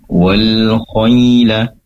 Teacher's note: Wal khayla, pastikan di situ ada ya sukun didahului oleh fathah tentunya layyin, dibaca lunak wal khayla.